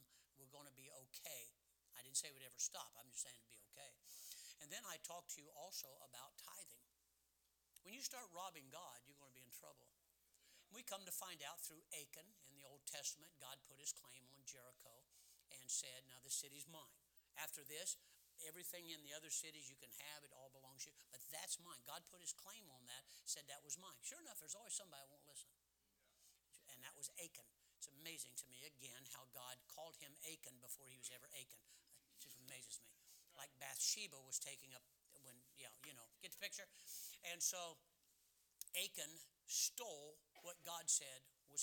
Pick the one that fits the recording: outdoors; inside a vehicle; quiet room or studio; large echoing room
large echoing room